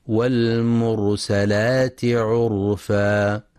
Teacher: ينتبه القارئ لفتح السين فلا يقرأ والمرسلات، وينتبه أيضا لتفخيم راء والمرسلات وعرفا، لأنها ساكنة وما قبلها مضموم، فحكمها التفخيم